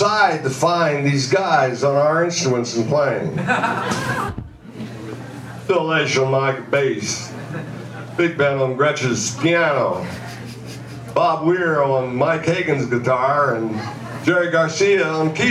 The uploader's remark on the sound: on stage at Don Quixote's